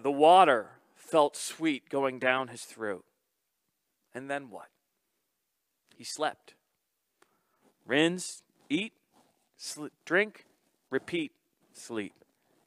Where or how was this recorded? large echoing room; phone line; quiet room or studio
large echoing room